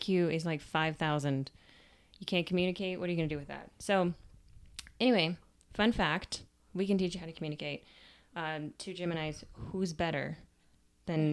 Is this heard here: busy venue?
no